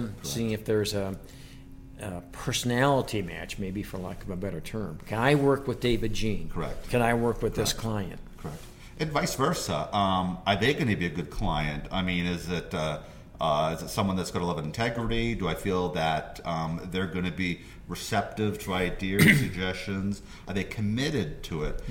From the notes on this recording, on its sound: during BEI's 2019 National Conference